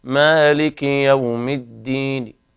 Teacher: الروم وهو الاتيان بثلث الحركة، يعني يأتي بثلث الكسرة فقط ونحذف ثلثيها